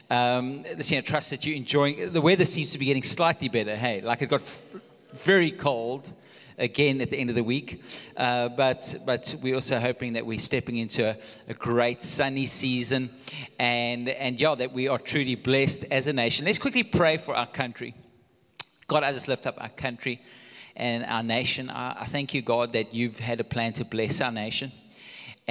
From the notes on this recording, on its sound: Recorded live on Sunday the 25th September 2022